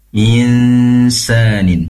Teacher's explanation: Pastikan dungunya di dua tempat. Pertama di hidung, kedua di makhrajnya sin, yaitu ujung lidah.